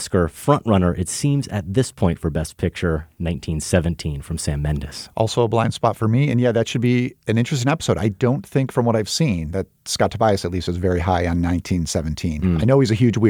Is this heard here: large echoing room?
no